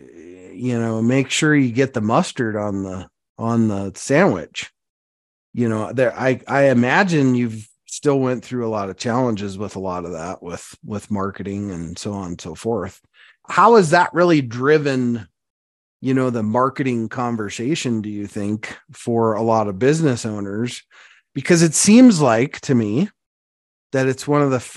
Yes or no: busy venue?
no